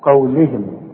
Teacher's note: القاف هي المفخمة ورقق اللام قوي مع الهاء